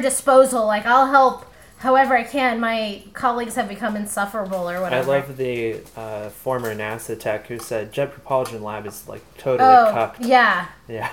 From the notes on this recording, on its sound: This week, we talk Alt-Right with the pleasant sounds of sautéing lunch in the background.